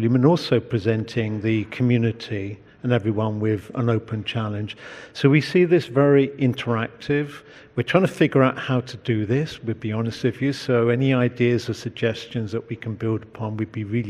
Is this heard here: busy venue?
yes